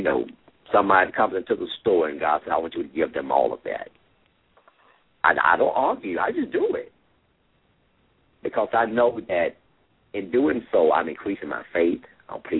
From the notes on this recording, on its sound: LML uses a progressive live call in format.